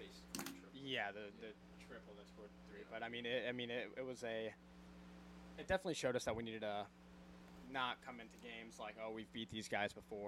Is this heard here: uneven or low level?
yes